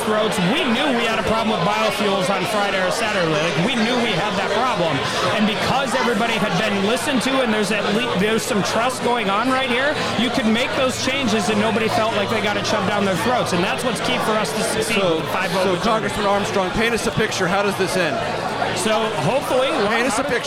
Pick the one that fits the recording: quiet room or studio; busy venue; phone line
busy venue